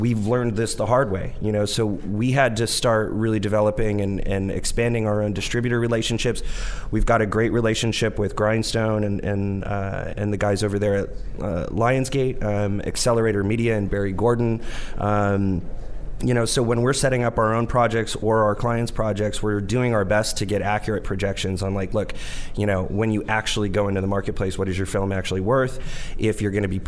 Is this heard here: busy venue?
yes